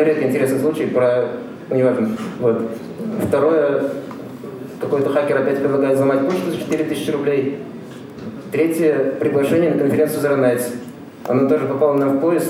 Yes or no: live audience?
yes